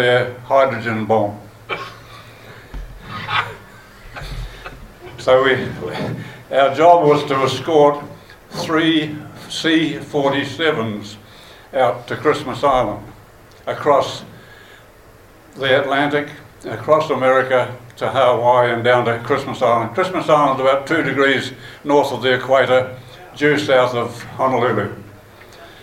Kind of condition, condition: setting, busy venue